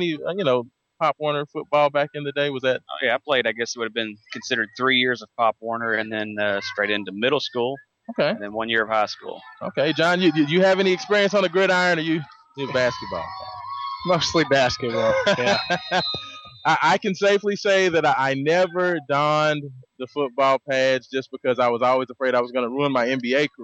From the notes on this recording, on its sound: Todays show was broadcast live from Sky View Park for the annual Louisville Youth Football League Pigskin Preview.